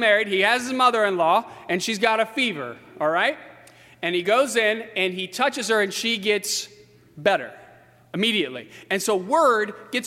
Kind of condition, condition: setting, large echoing room